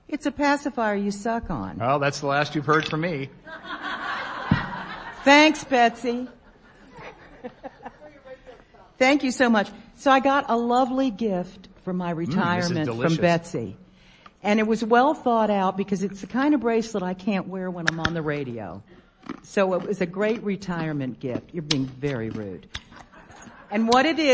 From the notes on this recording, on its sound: Live from eBay Open 2018 at Mandalay Bay in Las Vegas, NV. Members of our live audience shared their best 1-minute selling tip.